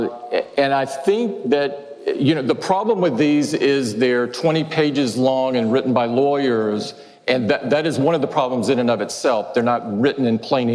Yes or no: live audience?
yes